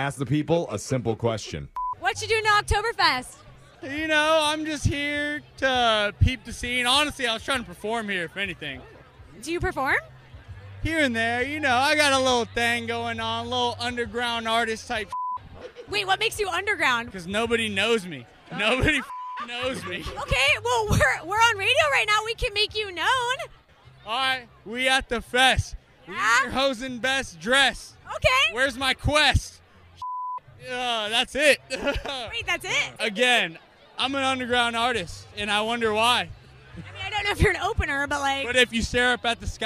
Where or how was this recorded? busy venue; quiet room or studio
busy venue